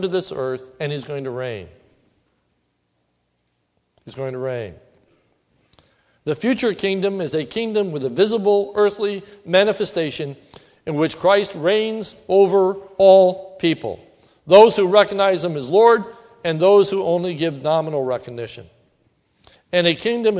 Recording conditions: large echoing room